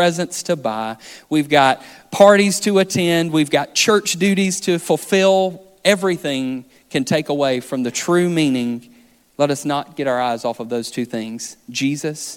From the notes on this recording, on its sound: This sermon was recorded on December 17th, 2023 at our main campus in Florence, SC